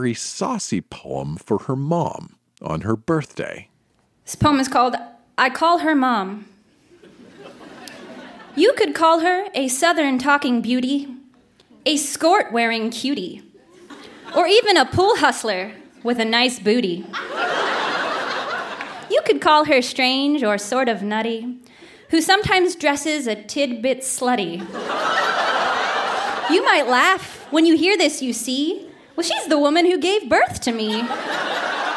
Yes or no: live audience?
yes